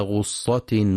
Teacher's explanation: ينتبه القارئ في كلمة غصة لضم الغين وعدم فتحها، فلا يقرأ وطعاما ذا غصة.